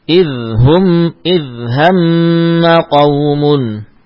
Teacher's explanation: huruf dal tidak berkol-kolah